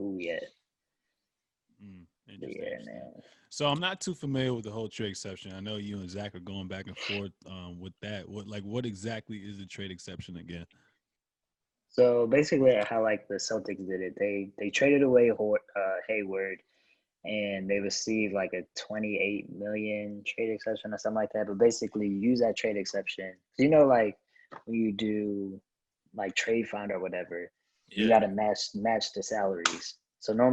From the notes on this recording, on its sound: The three record this podcast virtually!